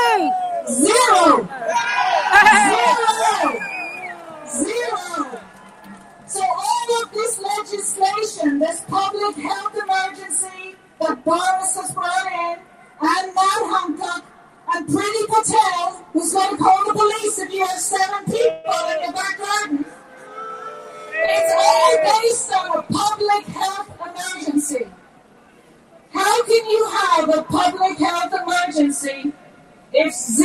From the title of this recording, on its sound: LIVE from Trafalgar Square in London: Resist & Act For Freedom Rally